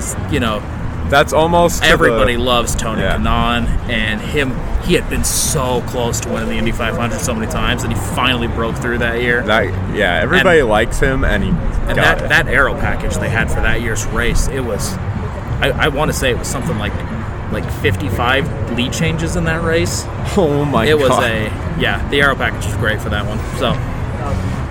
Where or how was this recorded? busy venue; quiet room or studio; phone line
busy venue